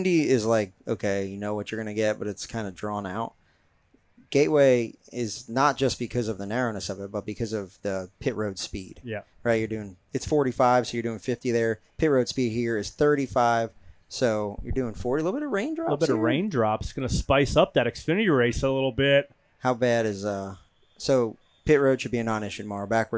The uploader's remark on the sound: Live from the Chicago Street Race. Recorded a special edition of 'Spare Change' in Chicago on Saturday.